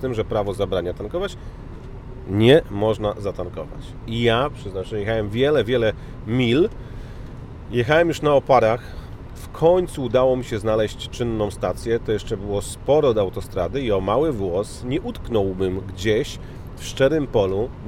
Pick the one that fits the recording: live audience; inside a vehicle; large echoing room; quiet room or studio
inside a vehicle